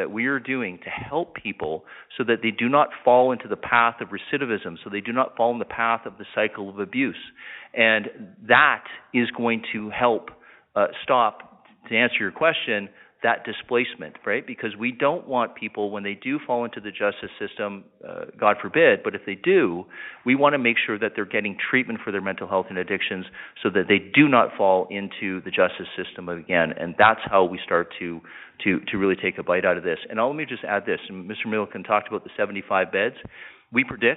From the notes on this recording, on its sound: Public Safety Telephone Town Hall (Edmonton). Interactive telephone town hall.